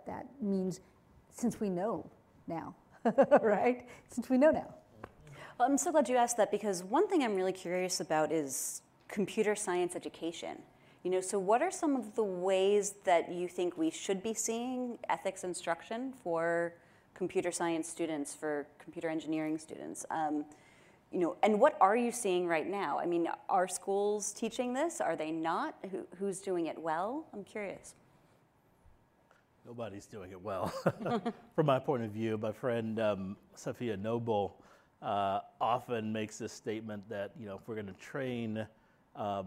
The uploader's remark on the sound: Live from ASU California Center at the historic Herald Examiner Building.